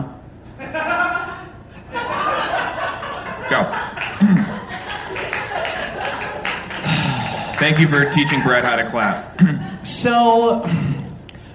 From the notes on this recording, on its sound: In this first ever live Hollywood Handbook episode recorded at Molly Malone's in LA. Bring a lucky fan up on stage.